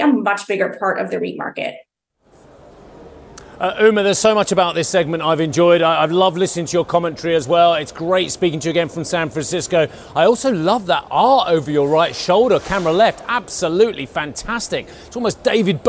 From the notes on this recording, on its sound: We are live at the ADIPEC summit in Abu Dhabi where we will be speaking to whole hosts of guests from the energy sector.